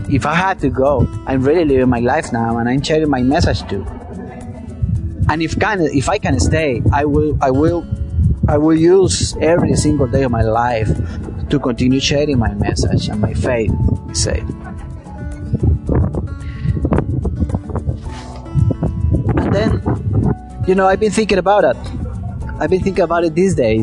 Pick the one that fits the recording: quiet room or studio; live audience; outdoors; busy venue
outdoors